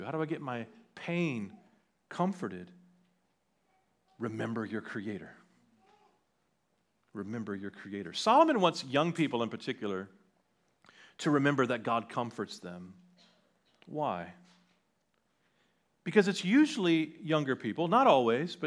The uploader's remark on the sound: On 10/22/2023 at Liberty Baptist Church in Liberty, Missouri.